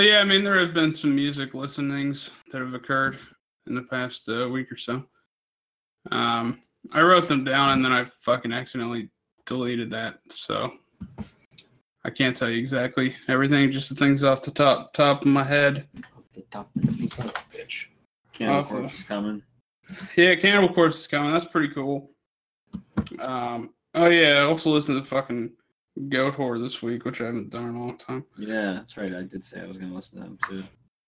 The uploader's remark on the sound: Stepisode 28 is an excellent lesson for how not to record a podcast.